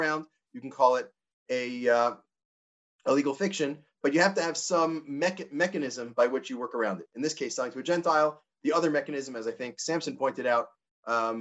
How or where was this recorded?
video call